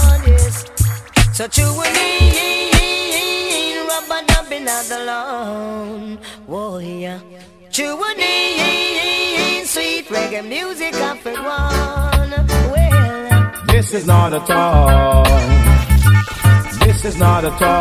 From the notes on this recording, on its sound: Live From Likkle Shop - Brooklyn, NY. Live DJ set from Likkle Jamaican Dumpling House in Brooklyn!